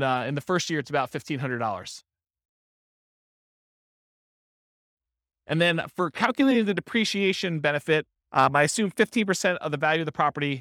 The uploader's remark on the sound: This was a live class recorded